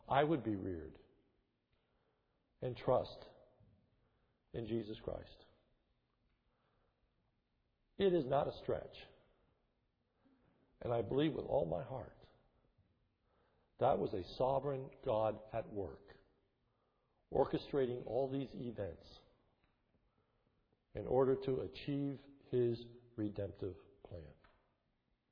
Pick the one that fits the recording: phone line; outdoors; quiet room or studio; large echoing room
large echoing room